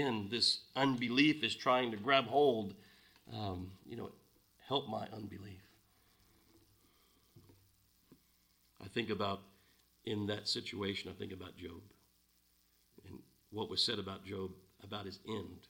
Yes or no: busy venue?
no